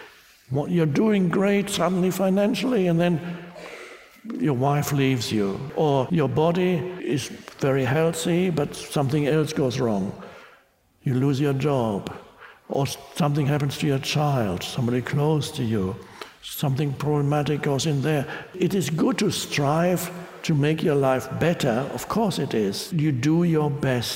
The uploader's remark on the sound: Talk with an audience in Budapest.